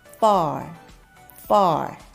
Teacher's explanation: その次の far 遠いっていうのこれも far これが強い F の音ですよね far でも弱いと far far になりますなんかこう far far F が弱いとパーっていうパーって言ってるのかなっていう感じにも聞こえませんか · IPA: /fɑːr/